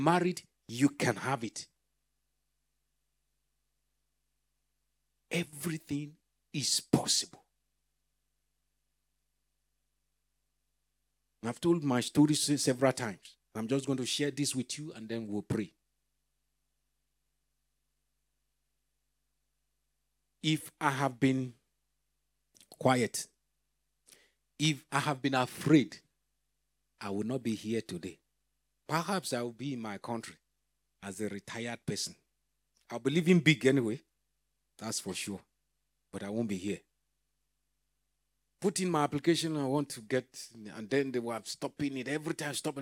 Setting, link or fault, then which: setting, large echoing room